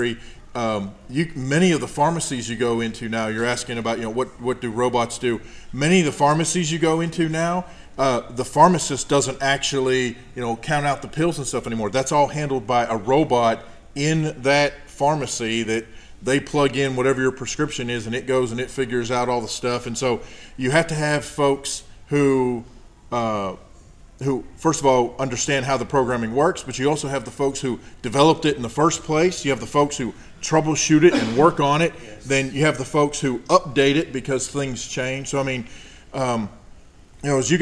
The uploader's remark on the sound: Interviews, panel and Q&A from the SAU-Magnolia ERZ Robotics Exhibition held on Dec 5, 2017.